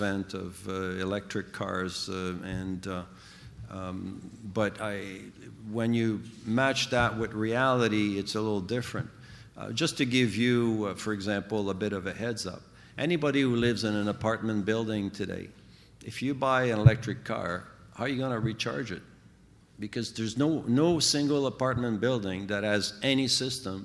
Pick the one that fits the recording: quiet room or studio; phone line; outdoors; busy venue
busy venue